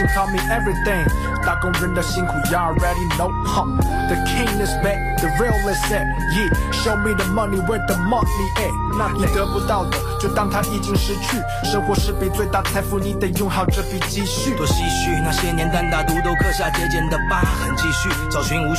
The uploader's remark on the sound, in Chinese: 在他新开的Ferm Coffee的一次访谈。FERM Coffee：碧云路420弄30号 （碧云尊邸商业区-威尔士健身房旁）。